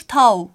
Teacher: Sadece bu kelimeden mesela yola çıkarak bir karşılaştırma yaparsak T kelime başında Nogayca'da değişmemiştir, aynen kalmıştır. Ama G değişmiştir, tag'daki G çift dudak V'si olmuştur, tav olmuştur.